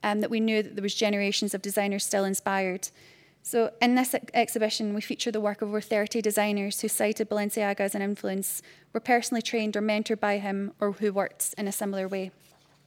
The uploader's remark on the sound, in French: enregistrée le 12 avril 2018 dans le cadre du colloque "Ce qu'exposer veut dire"